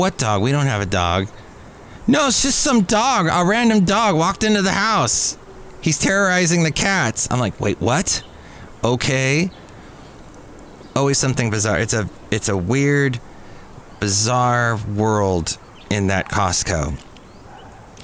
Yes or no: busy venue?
yes